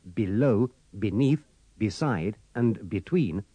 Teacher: remember to pronounce the first E of below, beneath, beside, and between with the sound of the I in sit